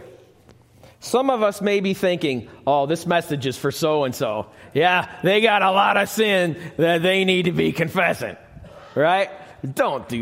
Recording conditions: live audience